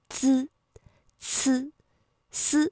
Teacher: 如果是滋呢，舌尖抵的是上齿背的位置